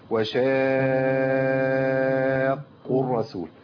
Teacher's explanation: المد اللازم 6 حركات. تمام، ممكن ما ياخدش حقه كاملا. يبقى احنا هنعد 6 على ايدينا.